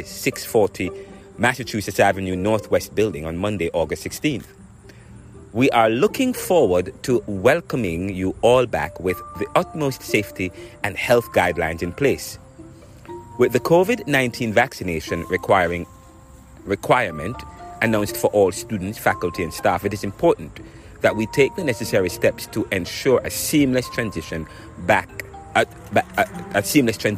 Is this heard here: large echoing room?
no